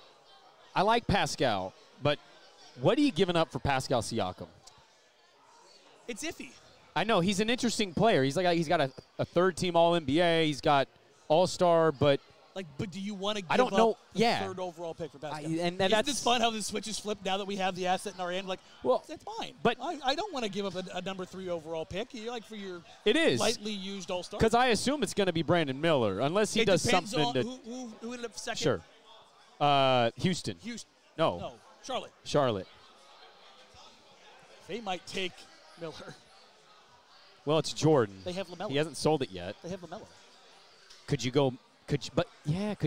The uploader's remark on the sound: Live reactions from the Lottery show. On location at Brix Tavern in the Pearl.